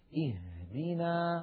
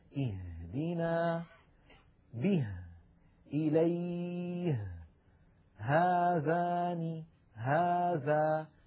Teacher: تخرج هذه الهاء من أقصى الحلق وليس من الصدر وليس من القصبة الهوائية